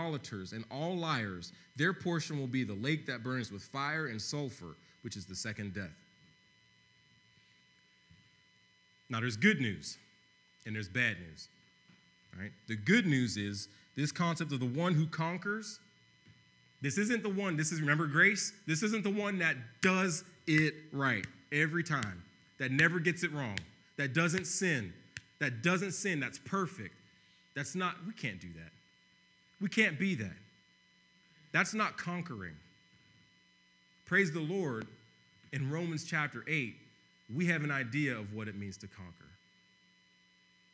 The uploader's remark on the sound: preached on November 22, 2015 at Veritas East